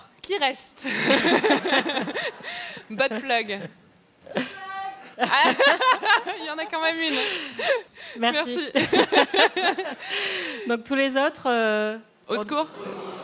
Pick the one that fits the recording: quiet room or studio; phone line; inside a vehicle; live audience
live audience